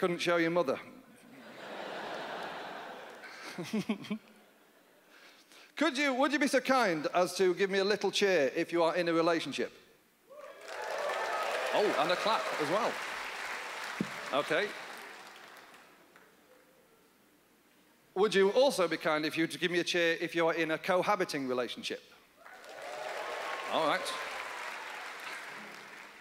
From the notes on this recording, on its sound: brings his delightful comedy to the 2010 Just for Laughs Festival in Montreal